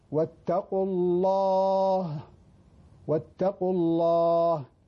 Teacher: اللام دائما في لفظ الجلالة الغير مسبوق بكسر مفخم. الله، وبعد الهاء مرققة.